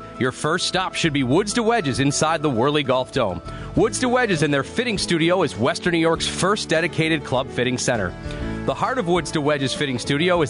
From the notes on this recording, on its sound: Live from Pendleton Creek